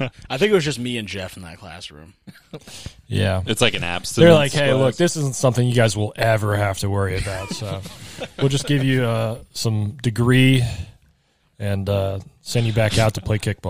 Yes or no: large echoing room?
no